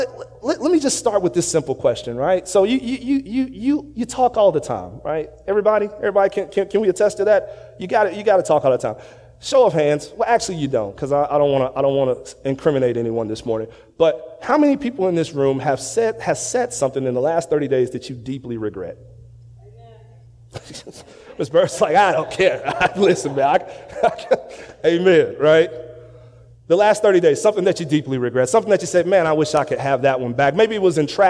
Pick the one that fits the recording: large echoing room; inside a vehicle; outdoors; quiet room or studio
large echoing room